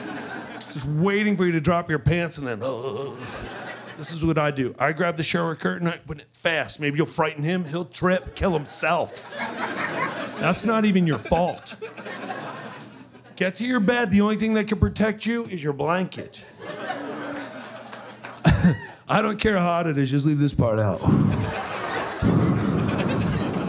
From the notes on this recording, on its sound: performs live from The Strat Hotel, Casino and Skypod in Las Vegas